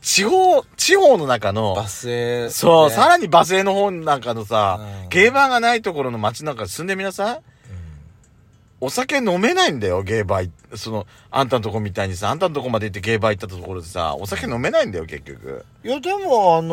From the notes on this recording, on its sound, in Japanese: パーキング収録